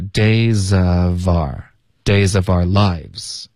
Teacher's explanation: to days of our lives.这里 days 跟 of 要连读， days of,然后 of 跟 are 要连读， our 这个字一般口语中我们都会弱读成 r，OK，所以 our 两个音节就发 r